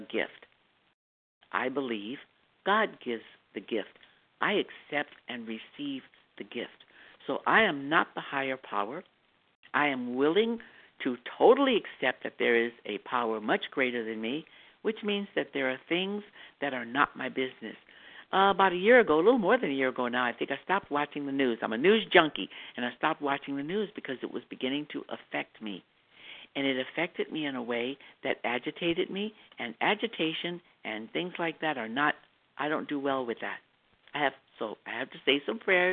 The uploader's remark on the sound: from the 100 Pounders Phone Meeting